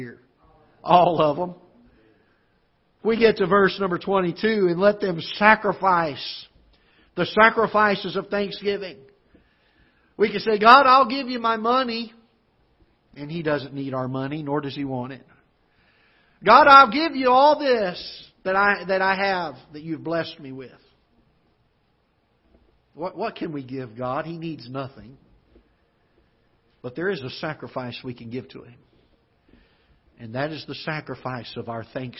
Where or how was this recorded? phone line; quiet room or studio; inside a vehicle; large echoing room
large echoing room